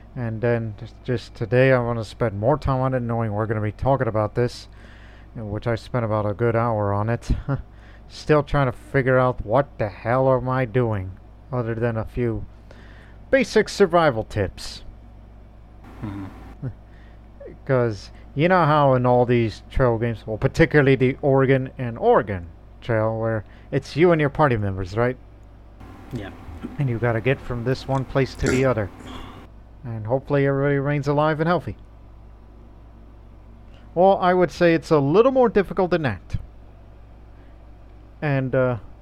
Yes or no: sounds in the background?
yes